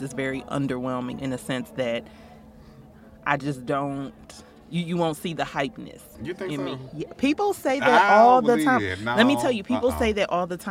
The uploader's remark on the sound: We’re back on the road, this time at Blk Pod Festival Atlanta! Hear what secrets were shared in our pop up booth!